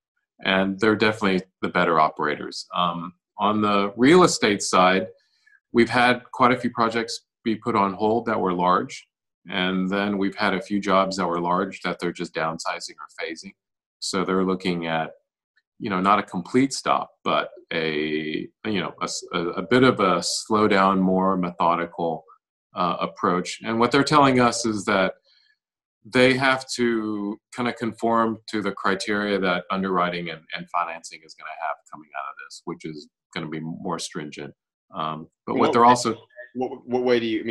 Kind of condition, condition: link, video call